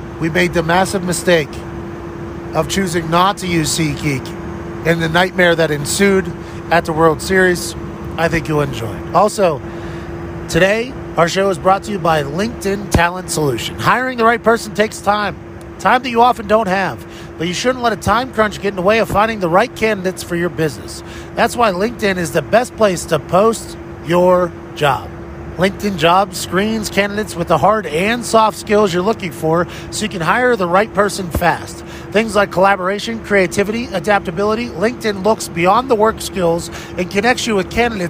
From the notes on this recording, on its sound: record pieces of the episode on the plane on their way back from Waco, Texas